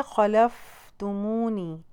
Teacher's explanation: قول قوف بھاری بسما جھٹکے سے ادائیگی کیجیے. خلفتمونی یہاں پہ فا کے اوپر ہمس آ جائے گا